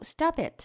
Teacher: 大家注意，stop 和 it 要连读，stopit